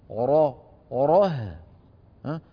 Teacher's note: خرجت الهاء مفخمة؟ لماذا؟ لأن الفم كان مفتوحا من أجل الراء